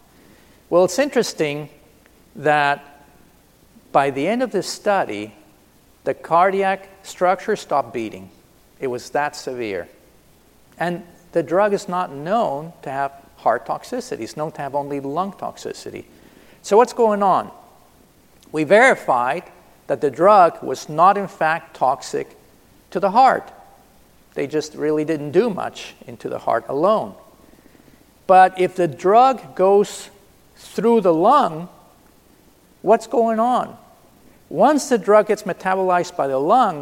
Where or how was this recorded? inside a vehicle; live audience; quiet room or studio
live audience